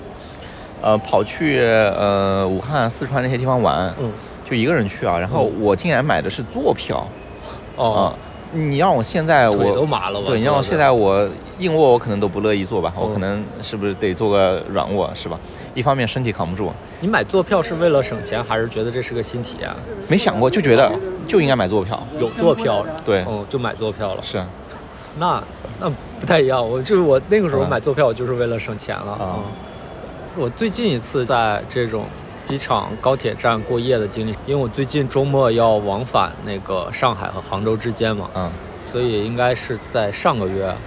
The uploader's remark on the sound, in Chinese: 本期录制于亚运会期间的萧山机场